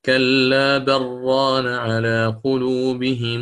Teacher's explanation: فأدغم اللام في الراء